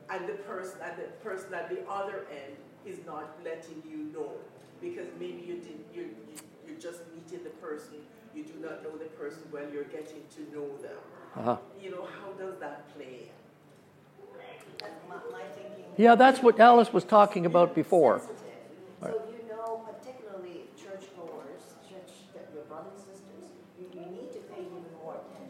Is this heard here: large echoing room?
yes